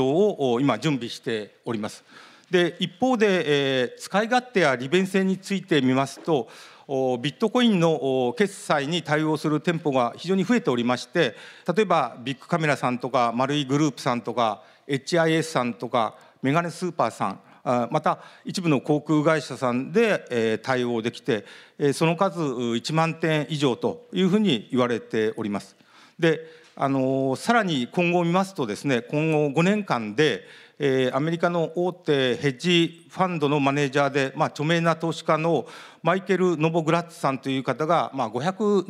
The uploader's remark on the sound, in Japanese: 東京・東銀座の時事通信ホールで行われた「ラジオNIKKEI 相場の福の神 注目企業ＩＲセミナー」